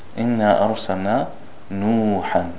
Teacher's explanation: Here we have the waw, and this is called waw and madiyah. The waw with the dhamma before it, so we elongate it two beats. Two beats, but not more than that, not less than that.